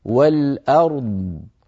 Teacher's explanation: ثم نعطي الضاد حقها من الرخاوة والتفخيم والاستطالة والإطباق، ونبينها بيانا لا يطغى على الراء بحيث يأكل الراء.